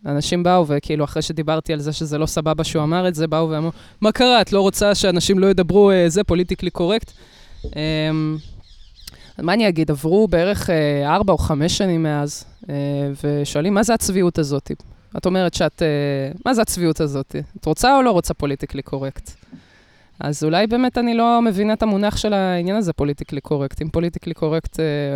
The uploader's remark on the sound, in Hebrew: לכבוד המאורע, הפרק הוקלט בחוץ.